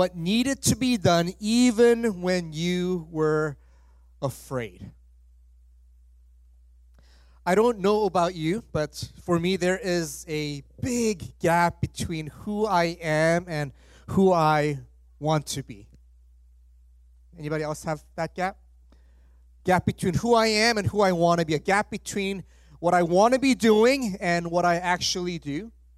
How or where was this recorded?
large echoing room